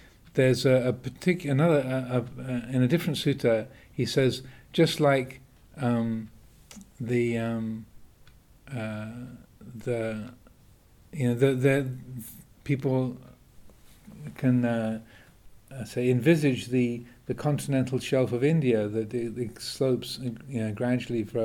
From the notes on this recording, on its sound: at the Winter Retreat 2023, in January and March, at Amaravati Buddhist Monaster, UK